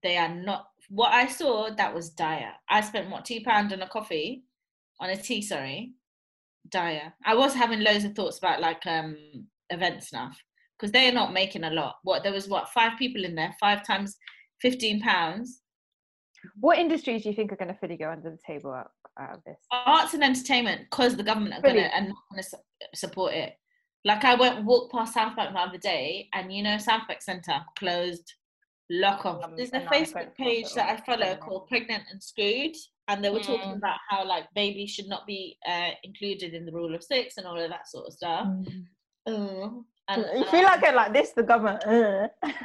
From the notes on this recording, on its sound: The girls sit down together at the virtual roundtable one last time.